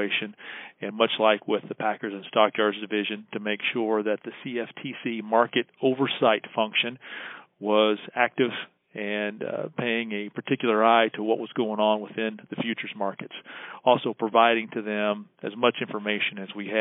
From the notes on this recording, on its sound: This week's Beltway Beef podcast features audio from a Thursday night conference call that NCBA hosted for members.